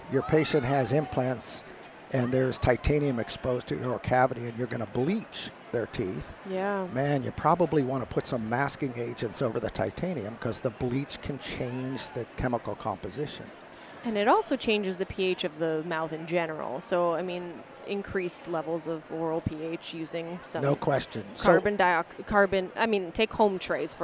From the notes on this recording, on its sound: We are excited to have Philips Sonicare as our sponsor for this episode, which was recorded live at their booth in Vancouver, Canada.